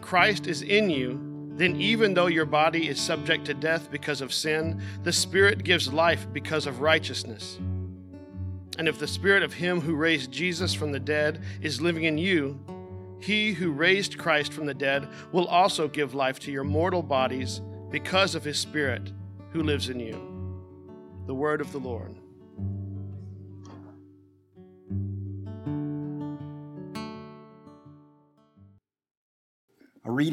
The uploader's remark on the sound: at the Washington National Cathedral in 2008